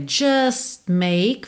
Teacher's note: você nem ouve o T de just, porque você já está fechando os lábios para make